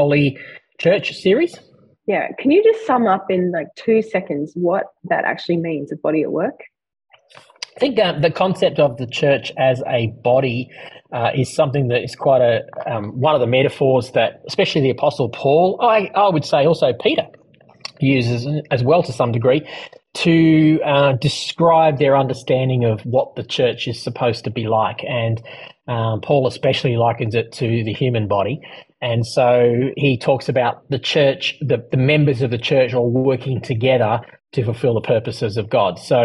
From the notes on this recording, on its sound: If the audio is really poor quality you may be listening to and earlier version of this episode. Due to issues with our old sound recording equipment parts of the episode were rerecorded. The discussion took place via Zoom.